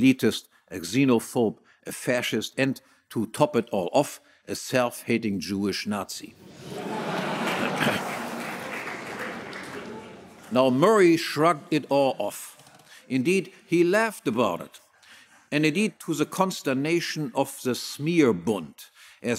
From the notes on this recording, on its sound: Keynote speech, Mises Institute 35th Anniversary Gala